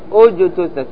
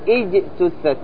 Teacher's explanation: لأن التاء مضمومة فتضم همزة الوصل · Shown in: first take · أجتثت، ما تقول إجتثت، إجتثت خطأ، بل تقول أجتثت.